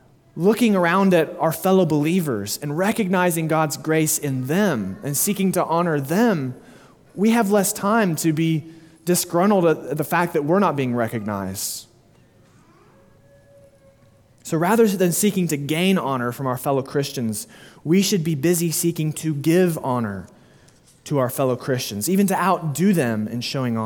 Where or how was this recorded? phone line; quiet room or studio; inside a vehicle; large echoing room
large echoing room